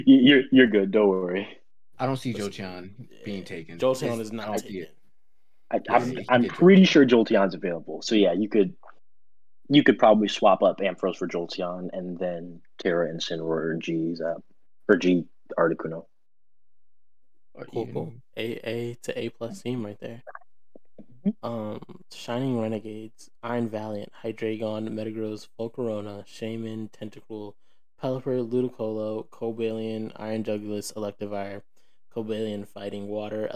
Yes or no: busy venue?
no